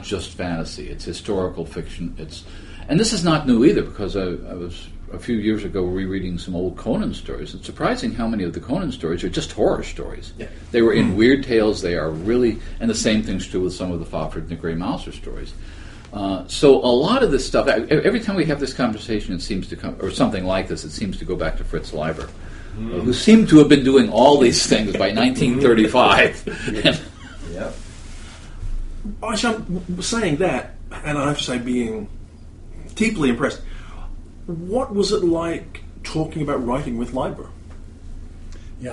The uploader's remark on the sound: Continuing the series of podcasts we recorded in Saratoga Springs at the World Fantasy Convention.